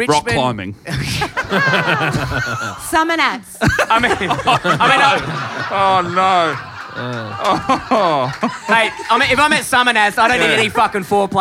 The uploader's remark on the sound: Ripper live ep.